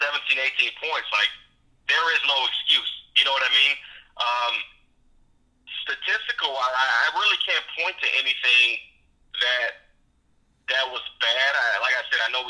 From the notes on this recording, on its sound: gets on the phone